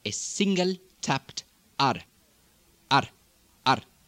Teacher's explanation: English with an Arabic accent uses a single tapped R. R, R, not a rolled R like Scottish or Russian does, but a single tapped R where the tongue hits almost with a D. Red, river, grow, runner.